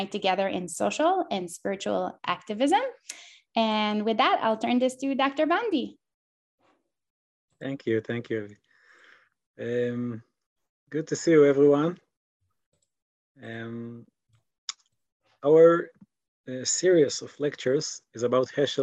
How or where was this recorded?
video call